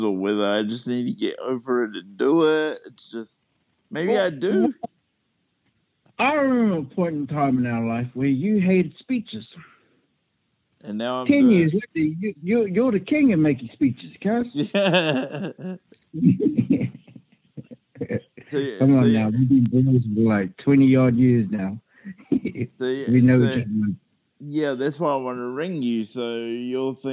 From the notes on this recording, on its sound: I catch up with my best friend via phone